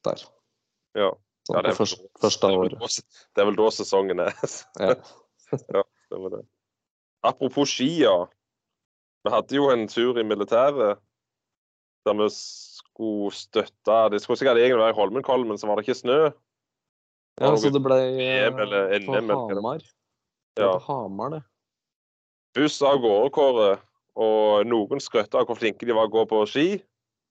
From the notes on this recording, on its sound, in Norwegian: Innspilt via Skype.